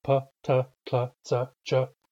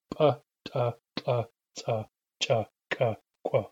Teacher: The difference between the two is that the glottalized ones are made with a glottal gesture · Shown in: second take · Term: glottalized plosives